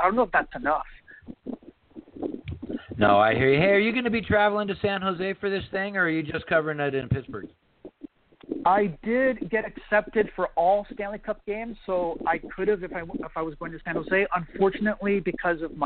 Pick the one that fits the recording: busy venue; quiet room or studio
busy venue